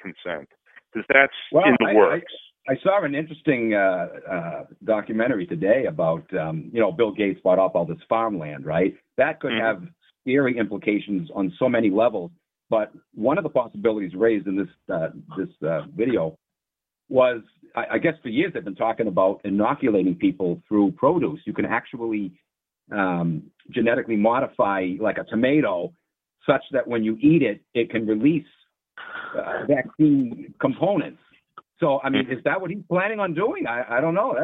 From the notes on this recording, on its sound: Opens up the call in lines.